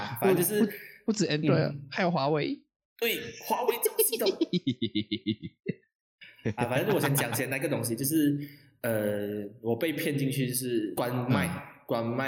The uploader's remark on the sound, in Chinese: 進了clubhouse。音質有待加強。